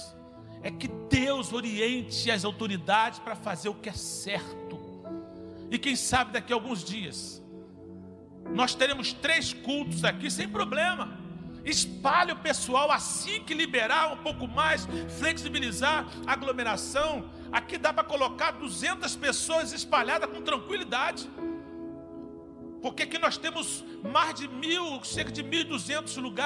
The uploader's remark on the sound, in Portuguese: CULTO - AO VIVO